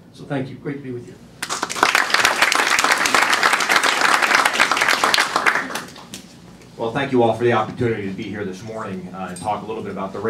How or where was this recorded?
busy venue